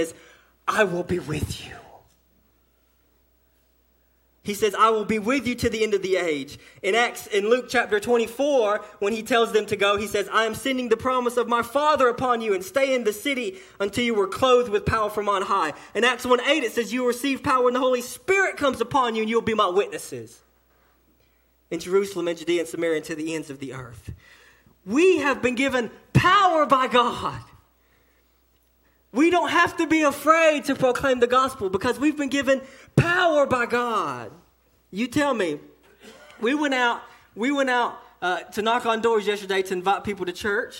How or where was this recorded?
large echoing room